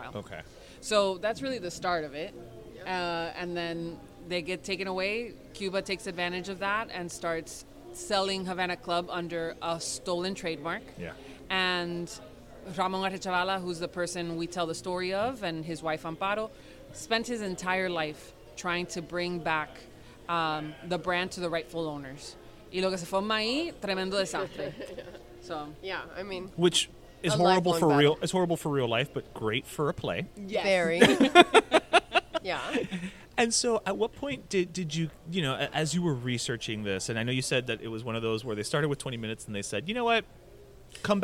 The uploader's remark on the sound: we recorded at Beat Culture during Heat playoffs